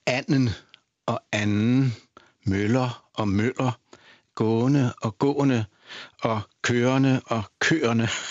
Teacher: Vi skældner mellem anden og anden, møller og møller, gående og gående, og kørende og kørende <laughs> ved hjelp av dette stemmebånds opbremsningslukke. Og det har vi gjort for å skille på samme måte som norsk og svensk skjelner mellom aksent 1 og aksent 2, altså to ordmelodier. · Term: stødet